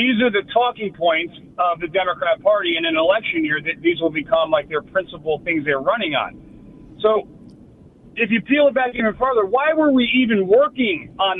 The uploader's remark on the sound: We play RANTS and take phone calls.